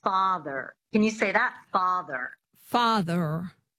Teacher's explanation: the standard American accent, one of the defining features is definitely the rotic R. But in the transatlantic accent, there's no R.